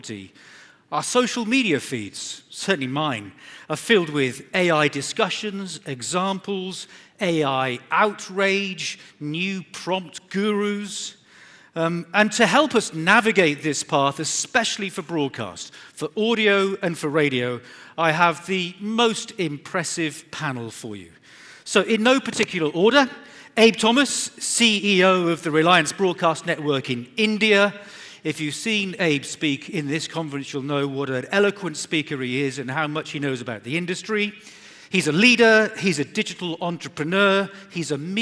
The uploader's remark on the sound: At this Radiodays Asia international conference on September 6. A panel of guest speakers.